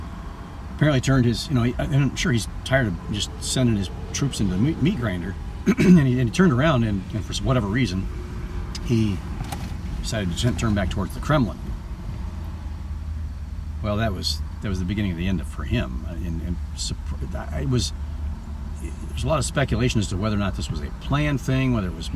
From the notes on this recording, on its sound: This podcast comes from my car. Not while driving.